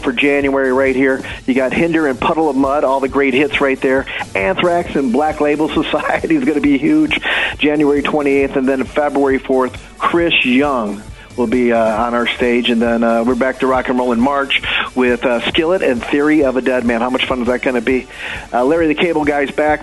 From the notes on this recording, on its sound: so we took your calls throughout the show